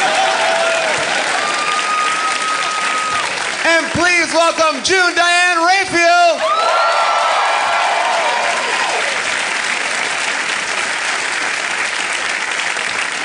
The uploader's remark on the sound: Recorded live at Largo in Los Angeles.